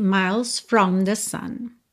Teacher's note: do L você vai direto para o S